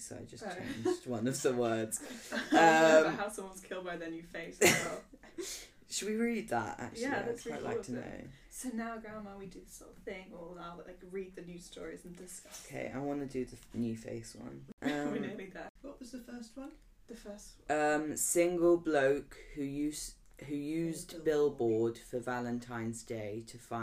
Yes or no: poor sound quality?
yes